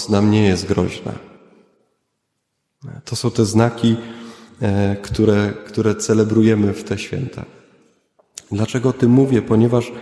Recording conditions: large echoing room